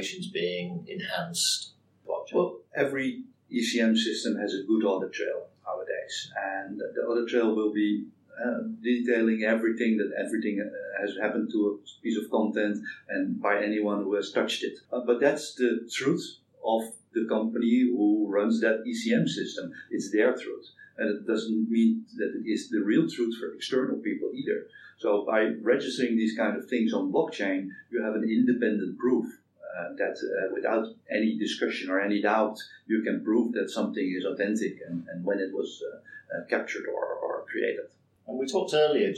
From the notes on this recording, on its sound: The Audio isn't great